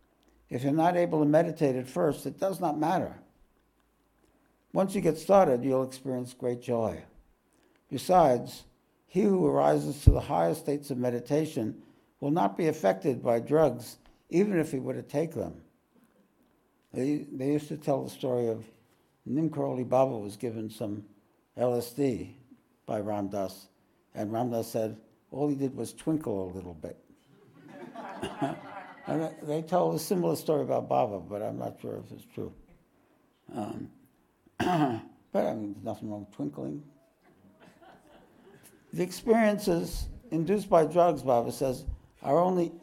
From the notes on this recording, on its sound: This podcast was recorded live at The Ashram in Mount Eliza on the 8th of April, 2023.